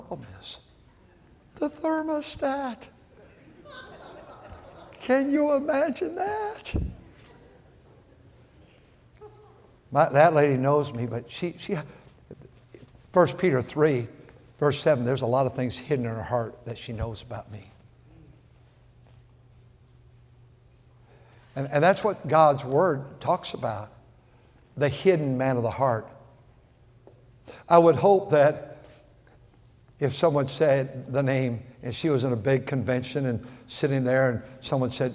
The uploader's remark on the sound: at North Valley Baptist Church in Santa Clara, California, during the Sunday Morning service on February 11, 2024.